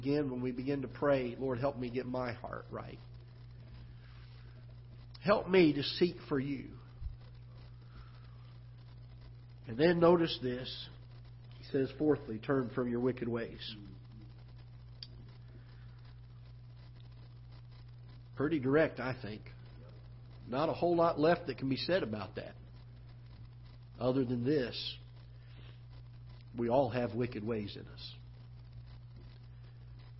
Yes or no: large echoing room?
yes